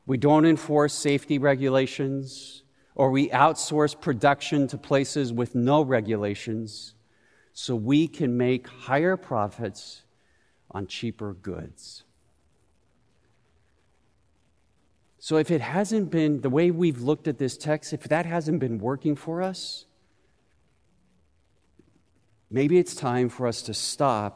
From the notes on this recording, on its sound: Recorded live at Beatitudes Church in Phoenix, AZ.